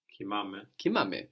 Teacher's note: So we have our accent on the ending, on ame